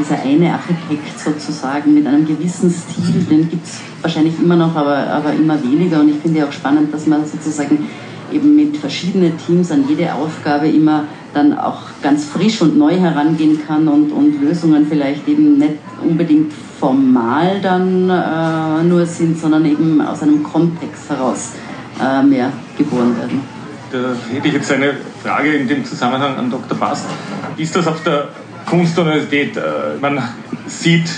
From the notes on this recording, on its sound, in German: Live-Aufzeichnung | Podiumsgespräch Architektur Biennale 2023